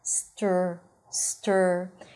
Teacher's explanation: Then you block the air with the tongue, you bring it up to touch the upper palate, okay? And then you round your lips and pull the tongue in for the R · Term: consonant cluster